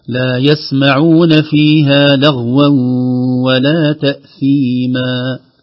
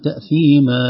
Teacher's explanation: مد العوض مقدره حركتين فقط لا نزيد · Shown in: first take